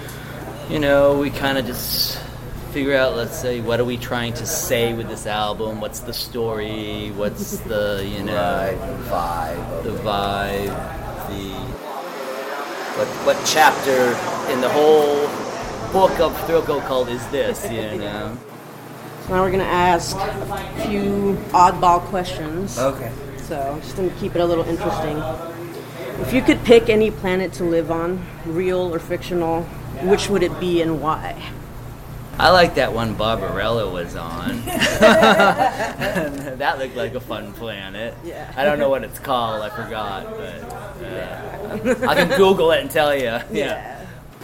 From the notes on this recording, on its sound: This interview took place inside the venue before soundcheck. I apologize for all the noise in the background. There are only so many filters and effects I can use without making it sound even worse. The Casbah is in the flight path of San Diego International Airport, which will be apparent at certain points of the recording.